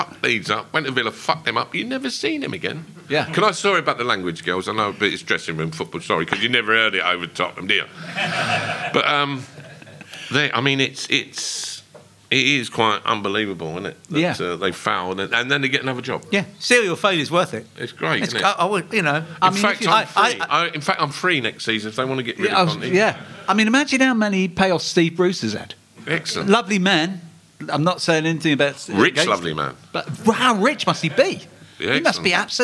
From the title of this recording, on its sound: Spurs Show Live!